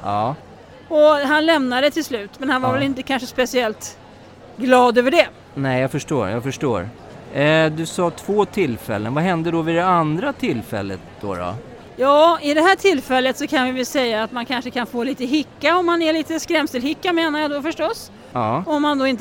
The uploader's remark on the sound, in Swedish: Vi sänder Live från Harmoni Expo under hösten 2023.